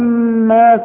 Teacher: ما مد طبيعي، بمدها حركتين